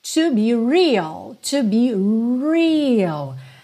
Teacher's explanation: Atenção que esse R tem que ser enrolado. É o R da porta com a perna esquerda.